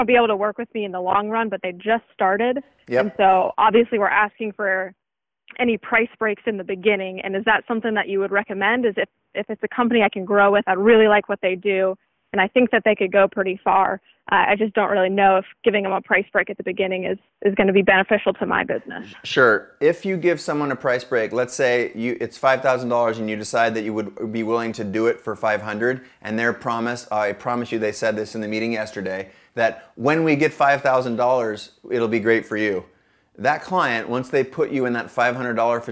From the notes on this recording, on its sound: I jump on the phone